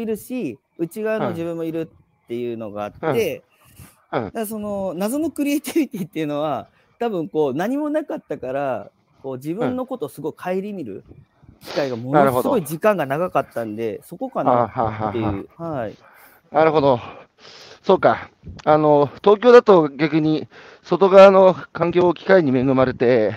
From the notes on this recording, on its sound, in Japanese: 歩きながら1時間、対談する。